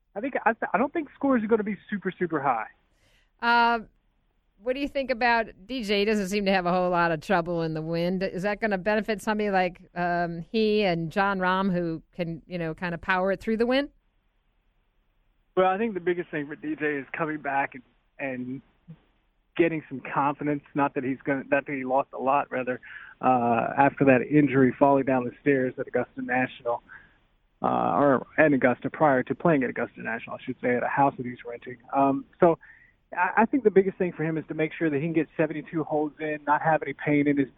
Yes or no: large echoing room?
no